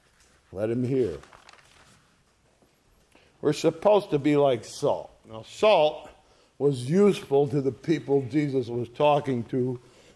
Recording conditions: large echoing room